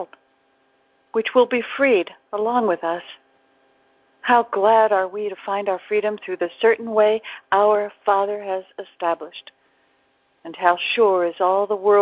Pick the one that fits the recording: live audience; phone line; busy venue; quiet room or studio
phone line